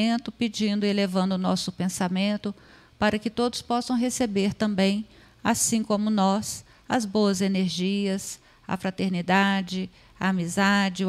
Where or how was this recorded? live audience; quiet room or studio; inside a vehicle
live audience